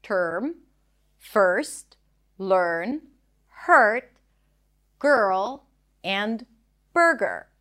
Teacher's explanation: Basically, you want to think of it as if the R takes over the vowel before, and you just transition from one consonant to another while rounding your lips and stretching out the sound · Term: stir sound